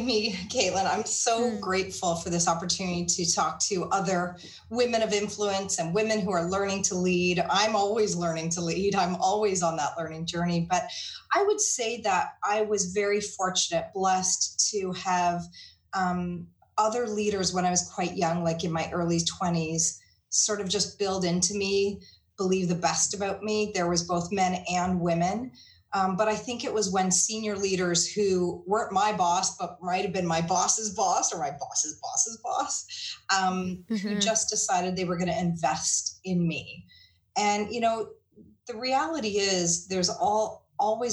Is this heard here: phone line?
no